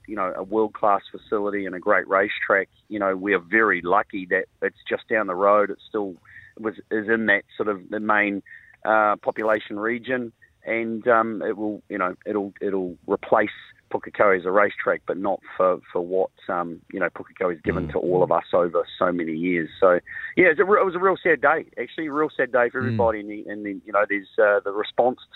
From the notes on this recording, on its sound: joins us on the phone